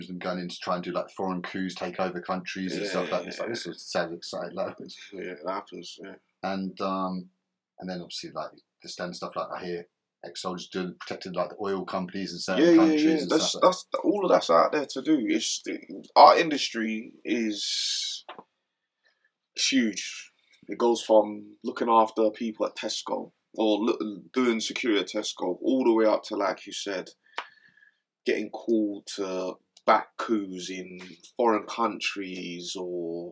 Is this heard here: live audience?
no